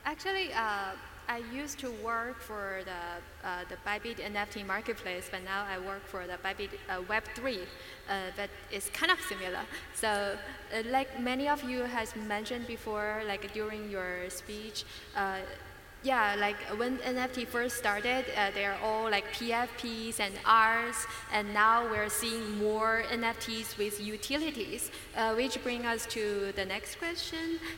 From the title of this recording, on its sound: Panel Discussion at TMRW Conference Dubai